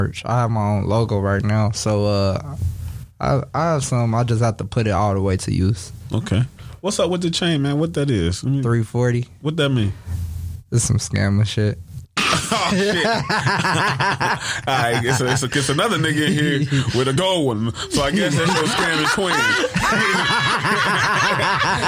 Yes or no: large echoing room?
no